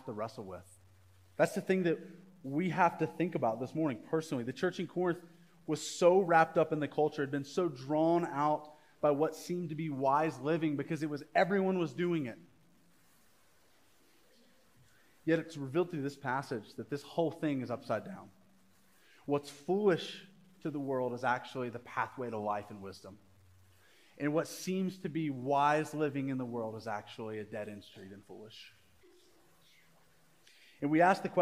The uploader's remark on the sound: Live recorded sermon from the Sunday gathering at The Heights Church Denver on 04/23/23. The following episode is a live recorded sermon from the Sunday gathering at The Heights Church Denver.